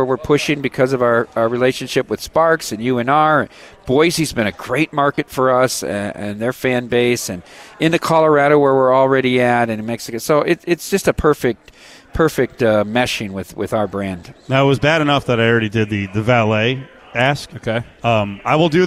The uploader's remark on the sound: LIVE AT CIRCA.